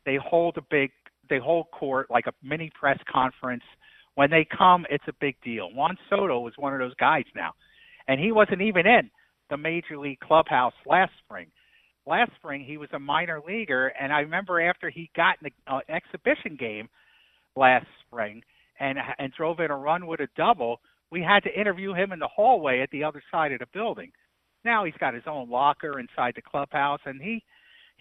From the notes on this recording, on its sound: called in from Nats' spring training